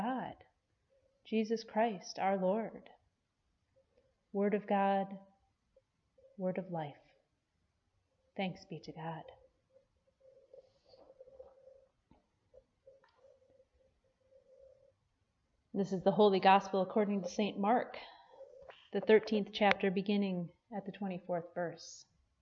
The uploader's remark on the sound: Preached at Peace Lutheran Church, Edgemont, AR.